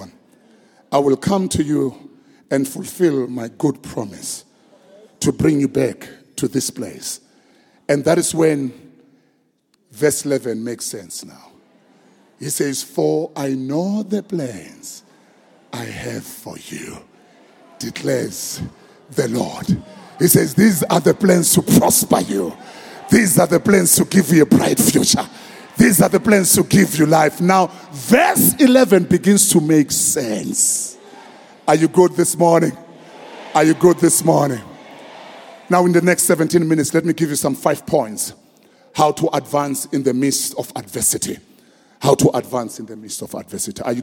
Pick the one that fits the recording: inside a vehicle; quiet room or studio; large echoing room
large echoing room